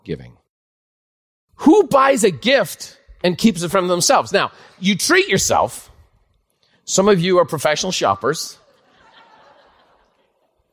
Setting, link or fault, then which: setting, live audience